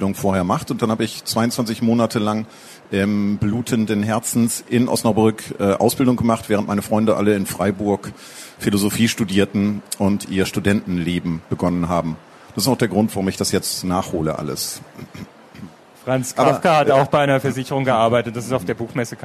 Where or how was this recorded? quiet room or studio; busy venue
busy venue